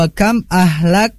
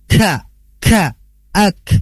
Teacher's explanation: Tertahan suara, tapi dia itu hames dalam sifatul hurufnya. Kenapa? Ada nafas yang keluar, ada nafas yang mengalir. · Term: huruf kaf